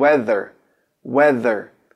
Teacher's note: A palavra clima em si a gente fala weather, o, th, o th do weather a gente coloca tipo um som de z, mas você põe a língua para fora mesmo